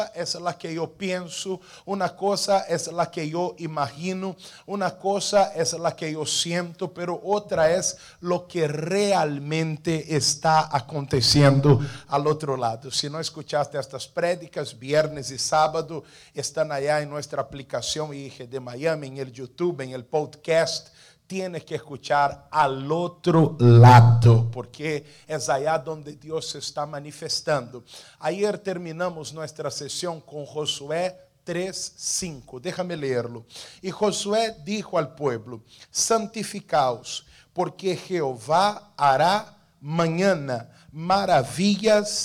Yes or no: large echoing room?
yes